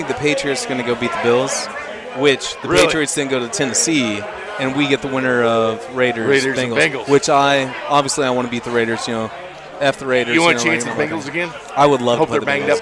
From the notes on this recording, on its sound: Hour two live from Cinder Block Brewery